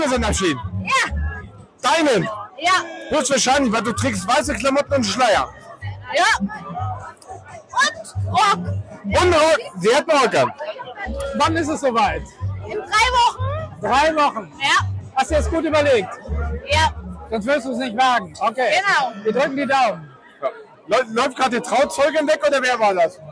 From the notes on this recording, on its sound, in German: (mit Audiostörung). Live vom Beach Beach Festival.